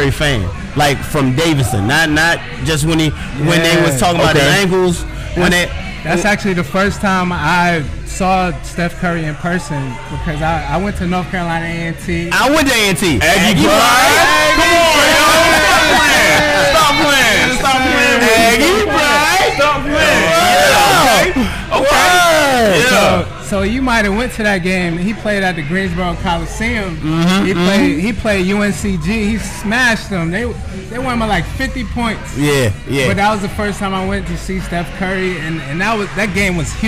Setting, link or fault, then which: setting, busy venue